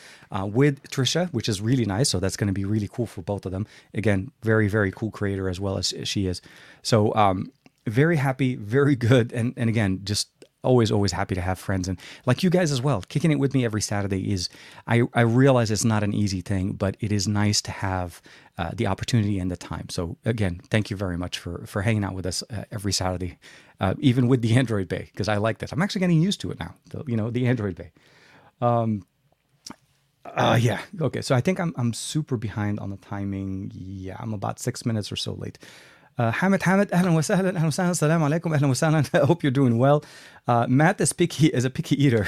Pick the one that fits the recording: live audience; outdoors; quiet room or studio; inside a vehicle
quiet room or studio